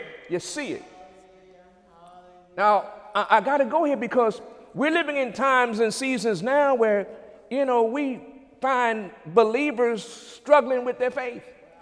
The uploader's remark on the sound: During Wednesday night service on February 8, 2017